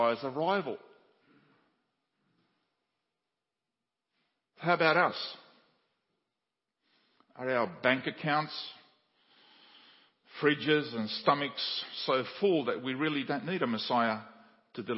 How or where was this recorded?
large echoing room